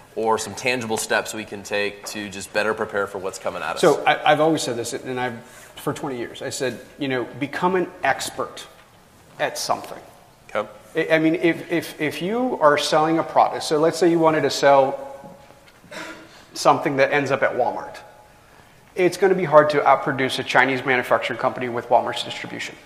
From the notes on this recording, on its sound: From our chat at NLA Live 2019. Onstage live at NLA 2019.